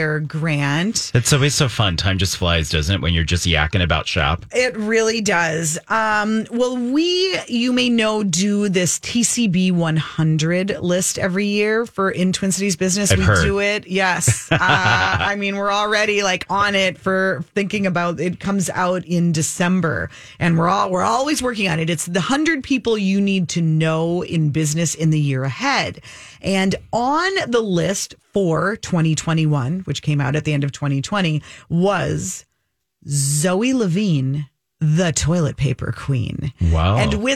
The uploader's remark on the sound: MyTalkers call.